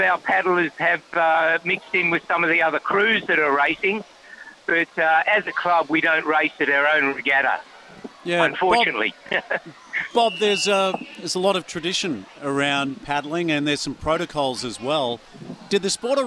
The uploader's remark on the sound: Live from a boat at the Te Ika Nui Outriggers hosting the 50 Kilometre Head to Head Race - Patonga to Terrigal and back.